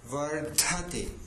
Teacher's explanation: वर्धते तत्र महाप्राणः अस्ति अवश्यं वक्तव्यमस्ति